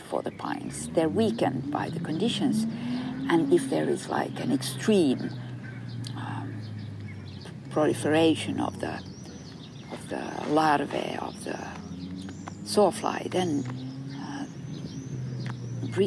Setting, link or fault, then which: setting, outdoors